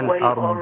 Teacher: ما تخليش الضاد تفلت، خليها على سكونها باستطالتها، والضاد باستطالة